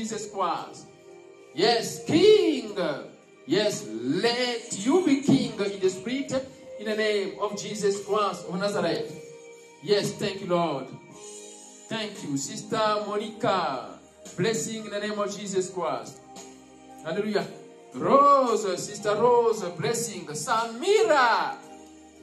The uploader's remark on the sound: Sunday Live Service